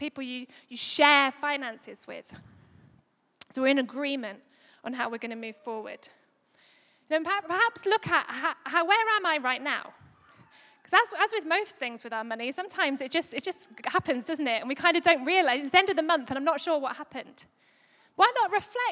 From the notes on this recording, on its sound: Recorded live at Life Church Lancashire Sunday 1st May 2022